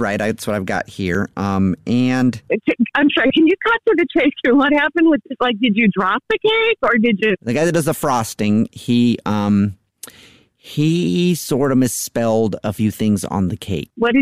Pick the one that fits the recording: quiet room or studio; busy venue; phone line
phone line